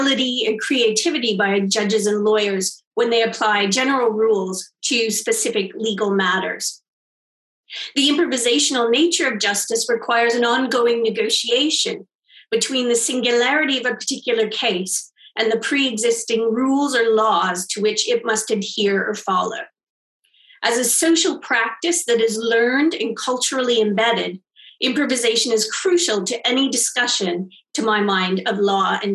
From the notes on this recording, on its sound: Festival Of Conversations. Panelists engaged in a live online conversation. Inviting the audience to participate in an interactive discussion.